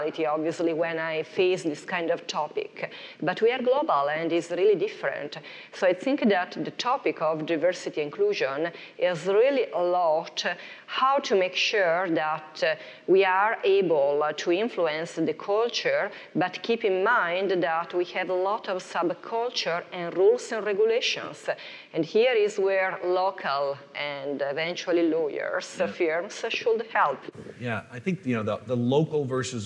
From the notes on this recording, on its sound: Hear from some of our speakers at the 2019 ELA Global Membership Conference.